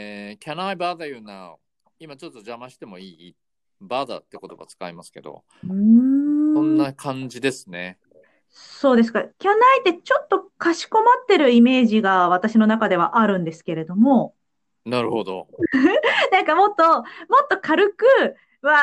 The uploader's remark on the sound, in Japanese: 今回は初のリモートでの収録です。